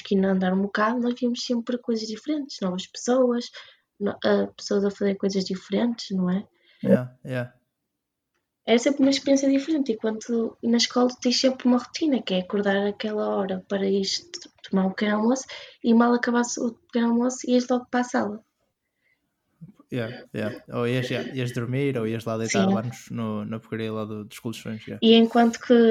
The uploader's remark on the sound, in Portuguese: O episódio começa um bocado descontextualizado devido ao gravador ter cortado parte do audio